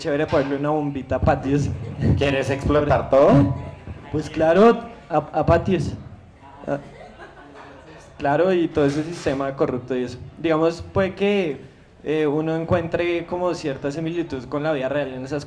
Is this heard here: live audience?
yes